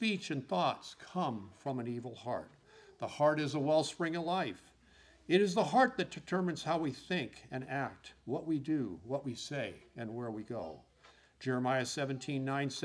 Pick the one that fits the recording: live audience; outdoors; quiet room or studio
live audience